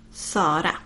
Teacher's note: The first A is not like the A in man, but the A in far, like ah, and the R is a slightly rolling R